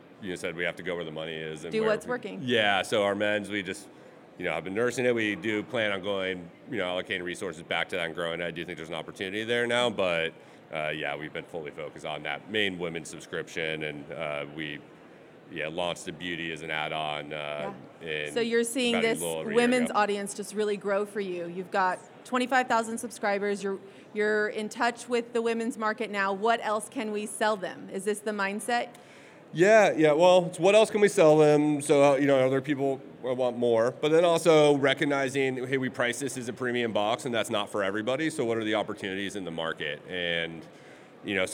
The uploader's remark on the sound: Recorded LIVE at SubSummit.